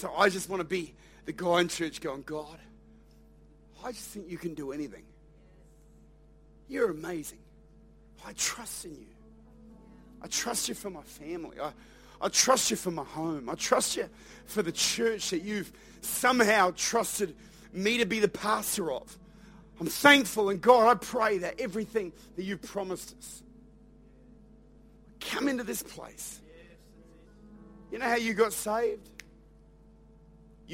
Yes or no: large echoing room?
yes